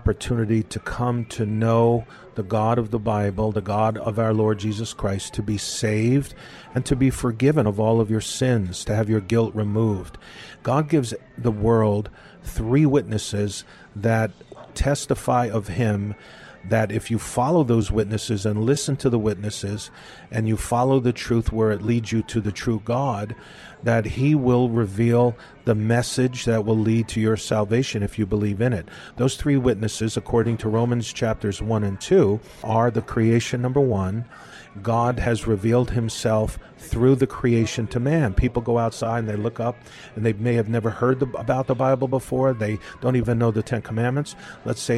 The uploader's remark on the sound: We’re continuing our talk at a local café